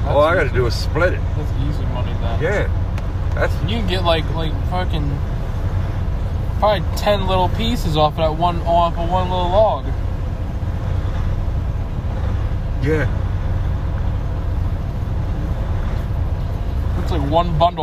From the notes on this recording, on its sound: Hangin and bangin up in the truck